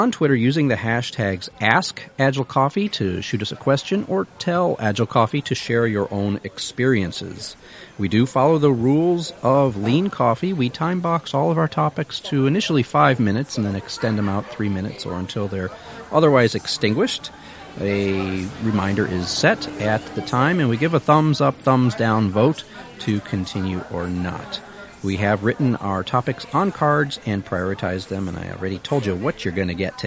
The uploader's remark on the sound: It's our last podcast from Paradise Perks in Irvine.